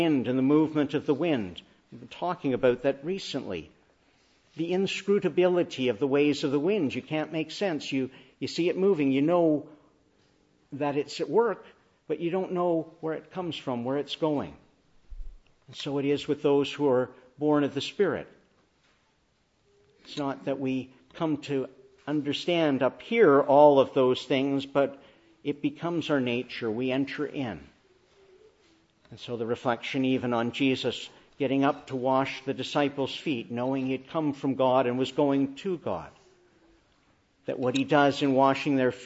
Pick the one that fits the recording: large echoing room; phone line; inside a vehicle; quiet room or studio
large echoing room